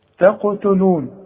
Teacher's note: رقاق للتاء علشان الته جاية جنب قاف